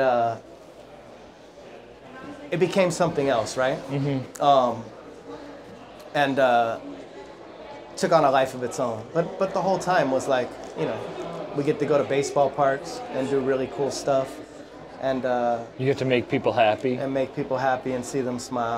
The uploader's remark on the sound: Live At The Baseball Hall Of Fame. Was filmed on Induction Day at the Baseball Hall Of Fame.